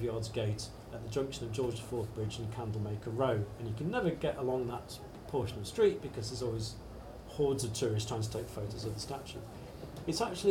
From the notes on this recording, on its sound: Recorded at the Beehive Inn as part of the Scottish Comedy Festival in the Edinburgh Festival Fringe.